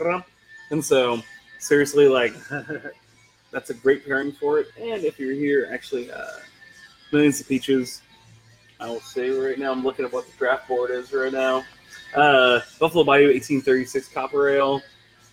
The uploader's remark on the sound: Here at Public House Heights